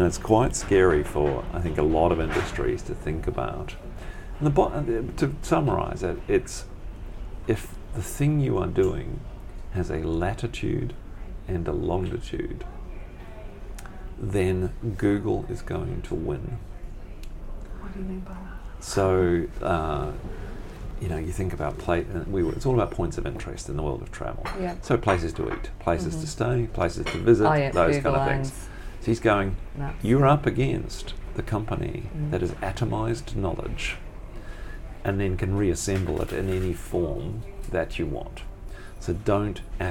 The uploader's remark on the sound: in literally the smallest cafe in Melbourne